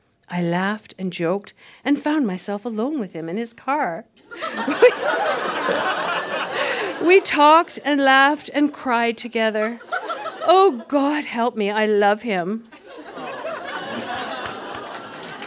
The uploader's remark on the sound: Recorded live at Yuk Yuk’s in Ottawa.